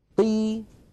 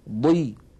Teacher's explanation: لما نقول قي لا نلاحظ فيها وهي مكسورة تلك القوة التي لاحظناها في ضي أو في طي أو في ظي · Shown in: first take · من الحروف المطبقة المستعلية.